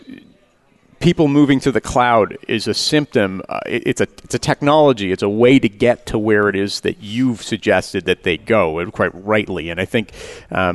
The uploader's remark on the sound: Live Broadcast at the The IPBC IGNITE Conference.